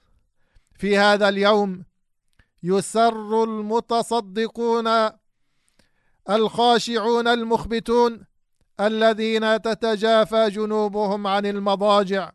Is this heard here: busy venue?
no